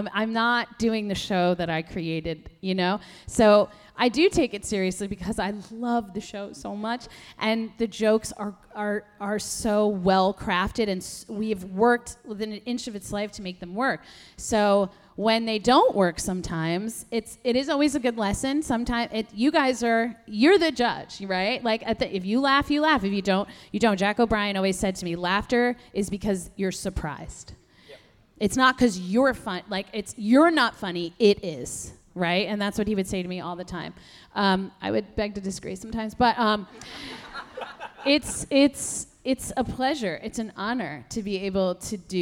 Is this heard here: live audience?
yes